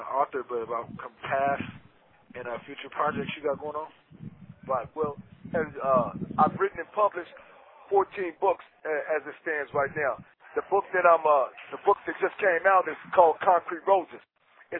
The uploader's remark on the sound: We sincerely apologize for the audio quality of this podcast episode.